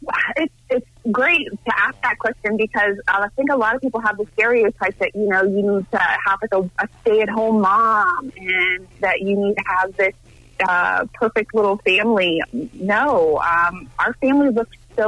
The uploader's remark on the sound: called